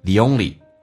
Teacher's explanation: The 跟 only 有一个连音叫加个 y